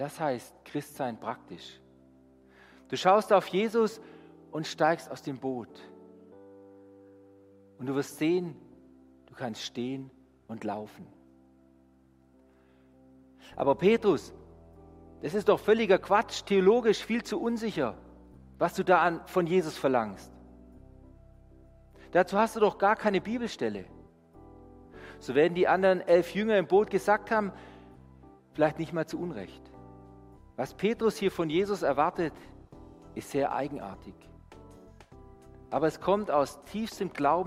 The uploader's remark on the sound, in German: Die Predigt aus dem Gottesdienst. Evangelische Gesamtkirchengemeinde Marschalkenzimmer-Weiden.